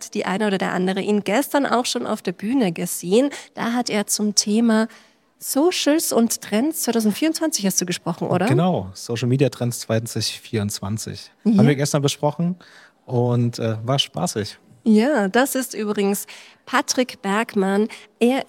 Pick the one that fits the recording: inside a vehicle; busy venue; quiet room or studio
busy venue